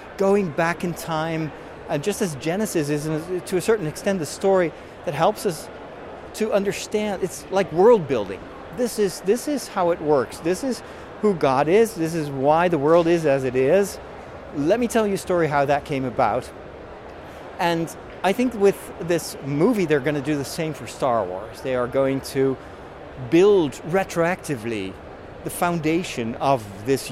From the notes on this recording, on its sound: Live From London: The Star Wars Celebration 2023! In this special live episode of The Break, I take you on a tour of the convention floor at the Star Wars Celebration 2023!